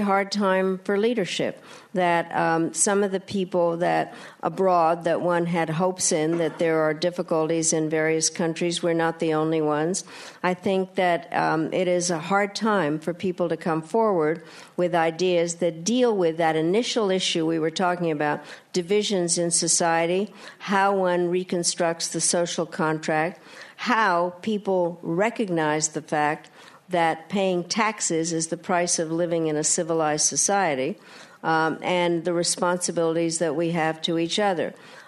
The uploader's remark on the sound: RJ Julia recently hosted the former Secretary of State to a sold-out crowd at the Yale School of Management.